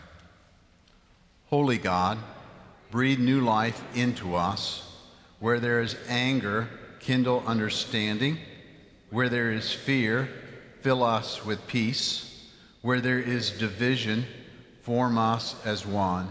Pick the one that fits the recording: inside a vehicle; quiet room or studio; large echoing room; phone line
large echoing room